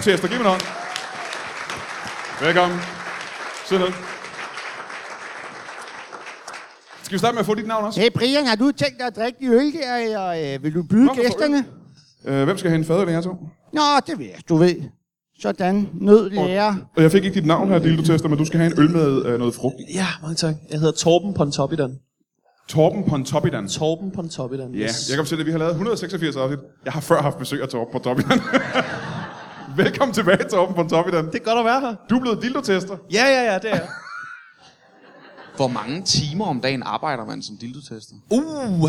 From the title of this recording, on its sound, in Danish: Live fra Comedy Zoo København